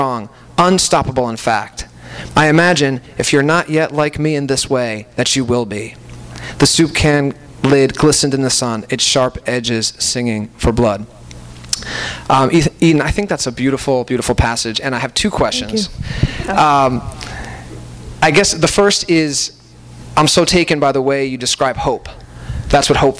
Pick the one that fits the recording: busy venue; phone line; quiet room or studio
busy venue